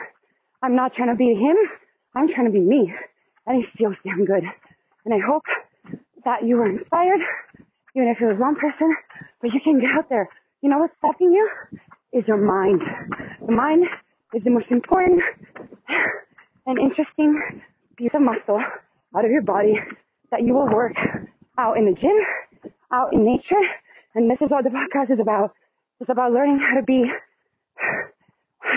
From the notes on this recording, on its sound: It HAD started as a walk, & then turned into a glorious run down the beautiful Watson’s Bay on Lizard Island. I do want to apologize for sounding so wind-disturbed and pacing breathless up and down these hills and walking tracks to and from the Bay. Do forgive me if you struggle to hear my voice through bits and pieces of this short segment, as I caught some crazy wind.